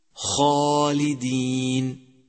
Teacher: يجب الحذر من ضم الخاء المفتوحة إذا جاء بعدها ألف